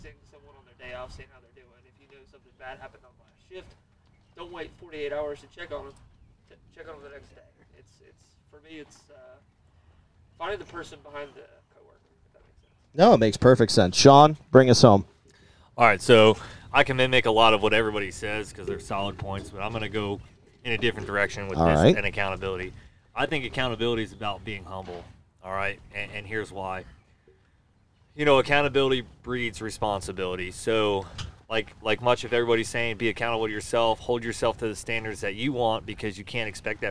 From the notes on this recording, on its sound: While at Bearers of The Oath, we open the mic's and have a passionate discussion